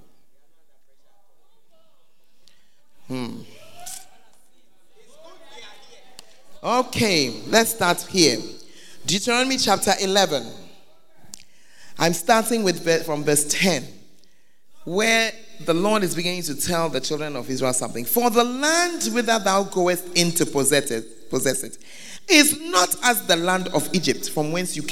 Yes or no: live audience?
yes